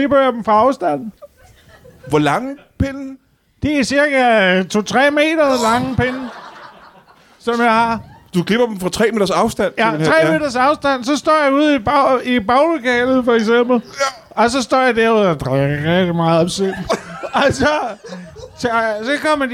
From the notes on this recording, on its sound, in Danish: Live fra Citizen i København. Ugens show er optaget på Citizen i hjertet af København foran et spillevende publikum.